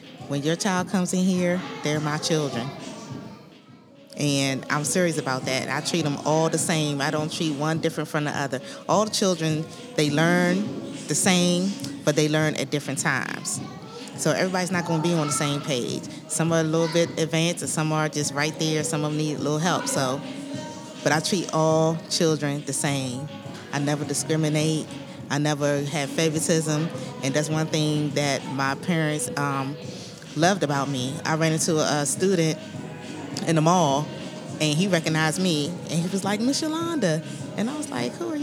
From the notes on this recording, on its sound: Interviews happened onsite at the Washington DC Metropolitan Police Department during the annual community Book Bash event.